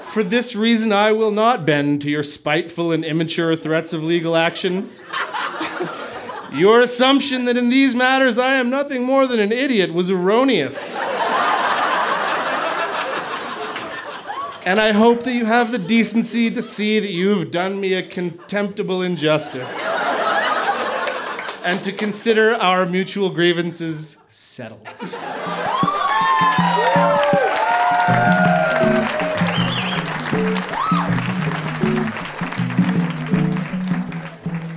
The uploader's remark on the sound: Recorded live at The Club in Banff, Alberta.